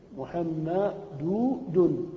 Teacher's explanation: التنوين نون ساكنة بعد ضمة الدال